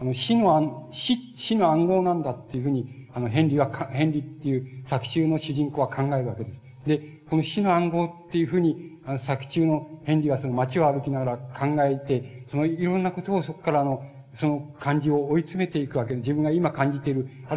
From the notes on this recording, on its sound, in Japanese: 場所：高知市立中央公民館。高知県教育委員会などの主催による 「夏季大学」での講演。音源はたいへんクリア。